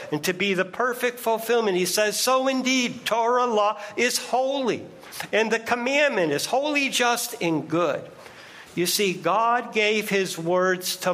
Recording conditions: large echoing room